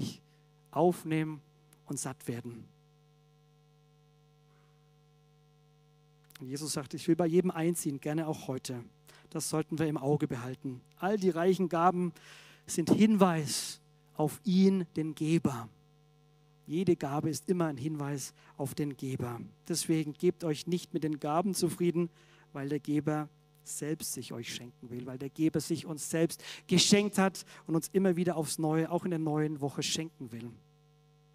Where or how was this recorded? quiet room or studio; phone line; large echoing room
large echoing room